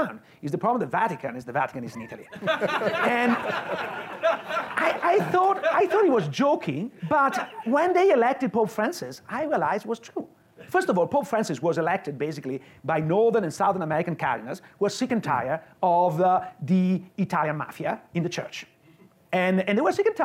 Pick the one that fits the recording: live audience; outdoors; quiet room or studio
live audience